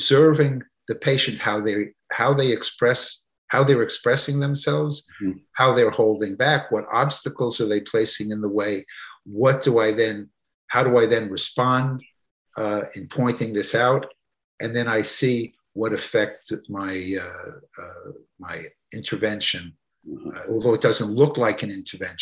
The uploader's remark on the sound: This episode features the audio from one of the ACO case presentations series webinars.